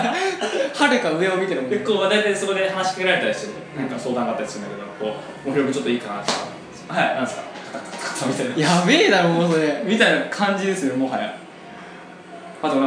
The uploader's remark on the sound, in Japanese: カラオケで録音したので若干後ろがうるさいかもしれませんがあしからず。